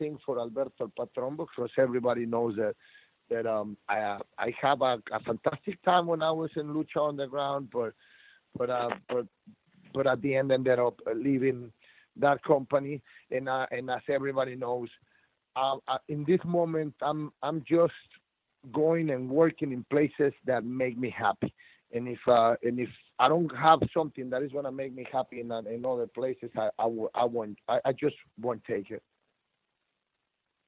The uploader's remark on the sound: the audio from the November 29, 2107 Impact Wrestling Media Call